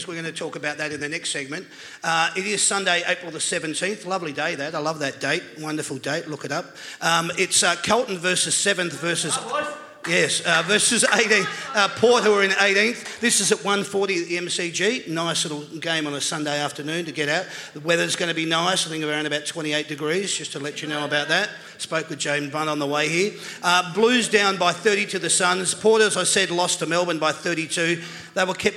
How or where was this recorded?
live audience